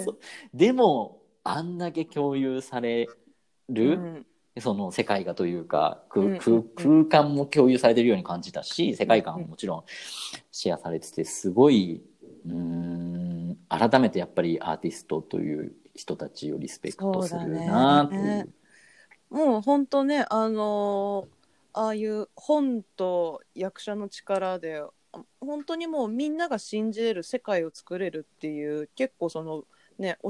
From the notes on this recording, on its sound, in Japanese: 出演者が全員自宅からzoomにアクセスして読み